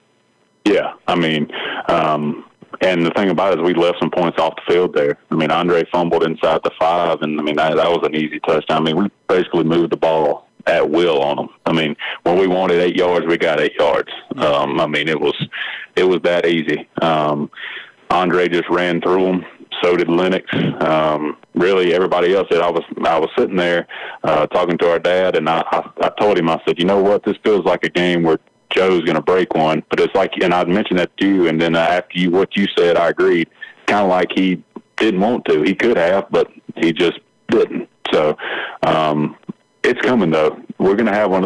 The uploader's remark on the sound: Solo in the recording process at home. On the phone line.